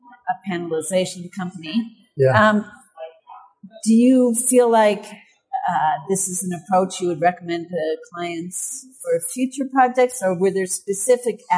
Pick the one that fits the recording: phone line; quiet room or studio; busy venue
busy venue